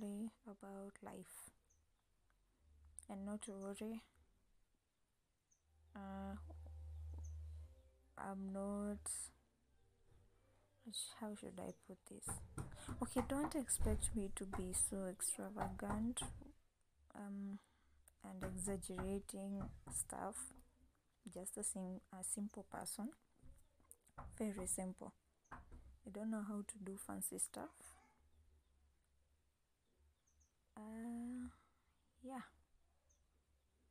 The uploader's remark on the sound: should you hear noise in the background it's because I don't leave alone and I have no way of fixing that for now